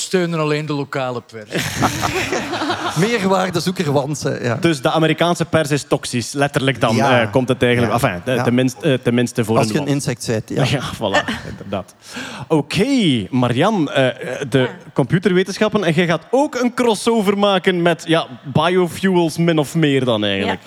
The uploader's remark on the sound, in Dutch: Live vanop het Nerdland Festival!